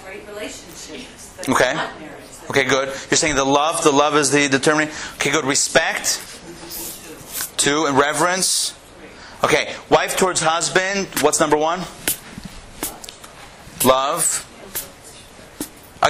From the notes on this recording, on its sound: Recorded live at the Intown Jewish Academy